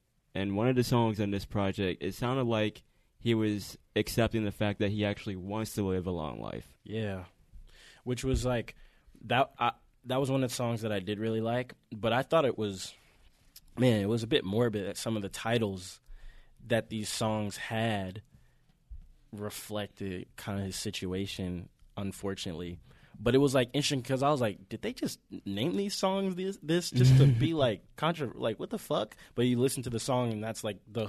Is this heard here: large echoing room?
no